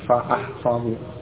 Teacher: Hamzahnya qat'i, harus diucapkan fa ahfadu.